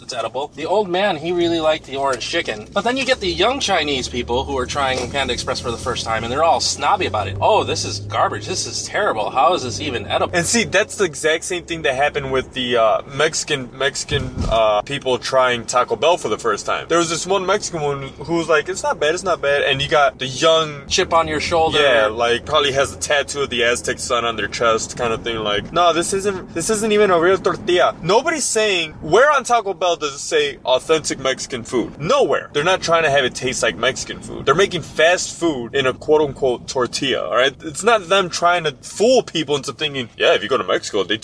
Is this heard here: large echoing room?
no